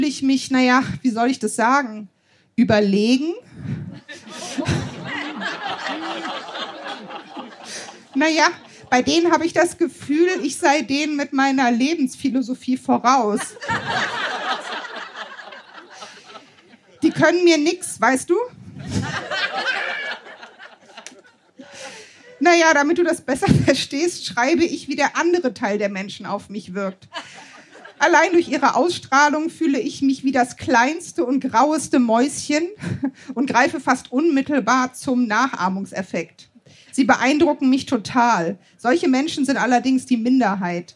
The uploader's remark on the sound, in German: Unserer Show vom 9.8.2022 im Kulturhaus Insel der Jugend, Berlin. Heißen Dank an das Kulturhaus Insel, unser tolles Publikum.